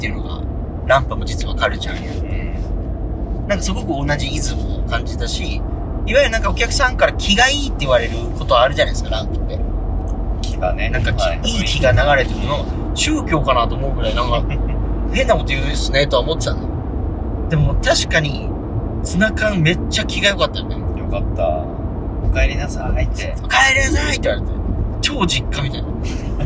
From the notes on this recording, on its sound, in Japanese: ドライブトーク in 仙台。東北のサウナを視察中！すこし音声が聞きづらいのですが、ぜひ一緒にドライブしている気分で聴いてみてください。